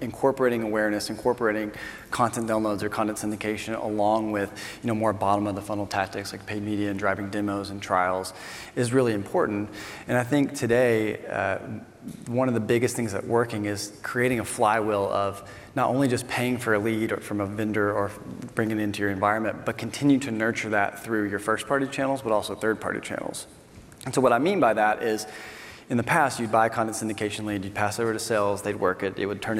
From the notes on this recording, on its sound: This session replay from the B2B Sales & Marketing Exchange. An esteemed panel from companies such as OutSystems, TechnologyAdvice and Pickit.